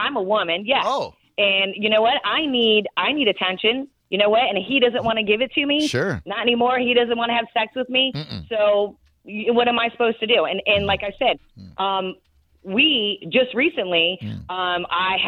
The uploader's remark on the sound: Surprise Phone a friend between a married couple.